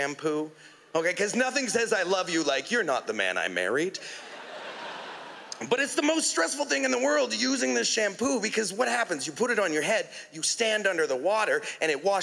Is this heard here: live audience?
yes